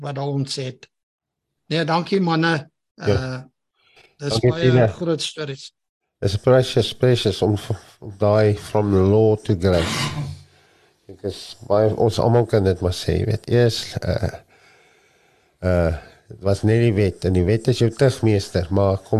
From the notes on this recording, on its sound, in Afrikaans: het saam ons gekuier op ons Transformasie Tafel Zoom Byeenkoms